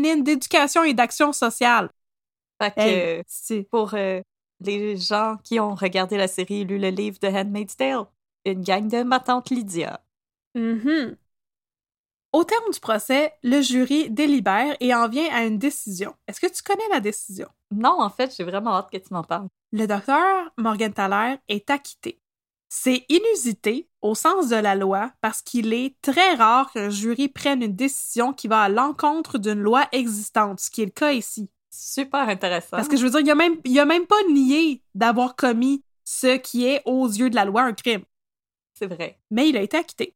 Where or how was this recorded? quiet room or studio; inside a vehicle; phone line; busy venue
quiet room or studio